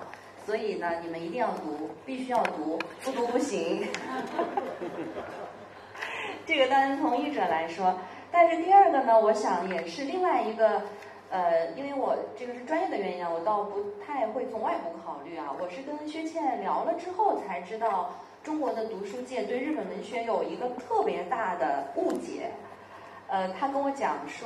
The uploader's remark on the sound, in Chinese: 现在就让我们通过声音，进入 “ 这本书 ” 的 分享活动现场吧！